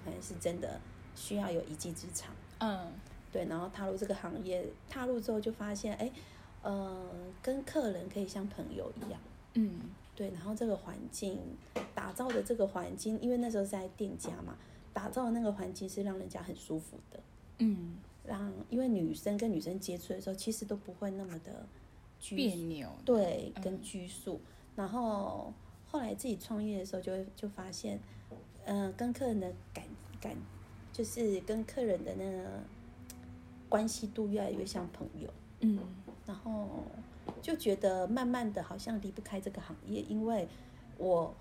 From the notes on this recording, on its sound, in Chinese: 本集因錄音場地限制，背景音較大，請見諒